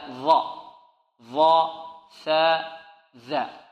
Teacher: الظاء والذال والثاء، عندنا ظاء وعندنا ذال وعندنا ثاء، هذه لابد من إبراز طرف اللسان